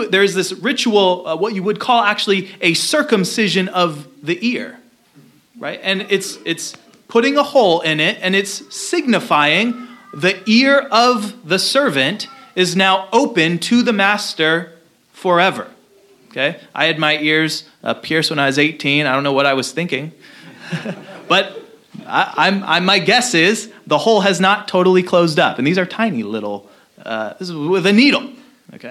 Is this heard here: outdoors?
no